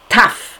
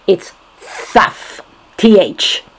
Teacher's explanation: And it's not taf, like the Sfardim say. It's thaf, th, like the Taimanim still say. · Shown in: second take